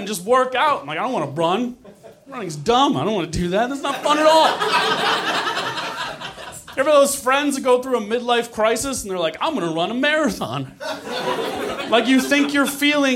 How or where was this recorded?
live audience